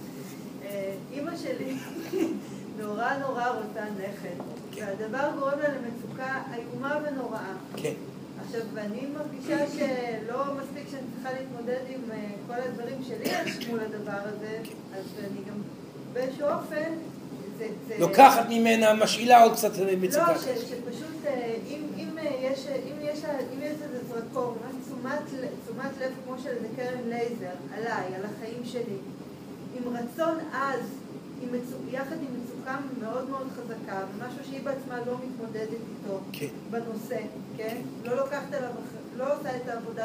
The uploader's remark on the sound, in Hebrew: זוהי הקלטת מעגל חי בנוכחות תלמידים